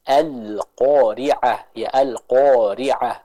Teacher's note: Contohnya al-qari'ah, al, nah ini kurang tepat. Yang tepat kita membaca alif dan lamnya di sana dengan tipis. · Term: alif lam qamariyah